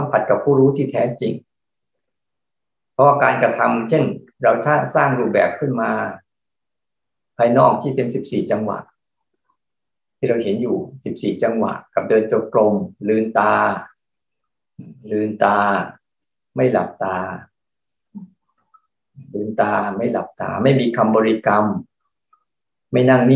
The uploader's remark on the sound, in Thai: คอร์สออนไลน์ (ผ่านโปรแกรม Zoom)